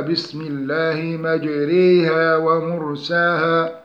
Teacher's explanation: فهي ألف قربت من لفظ الياء ومخرجها الجوف باعتبار أن الألف والياء كلاهما يخرجان من الجوف، وهذه لا توجد في القرآن كله إلا في كلمة واحدة وهي مجريها من قوله تعالى بسم الله مجريها ومرساها في سورة هود آية 41. · Term: الألف الممالة